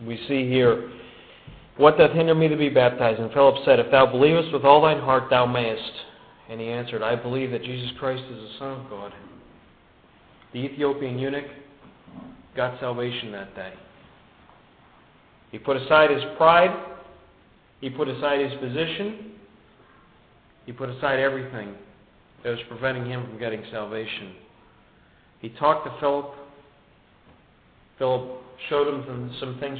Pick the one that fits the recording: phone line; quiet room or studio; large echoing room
large echoing room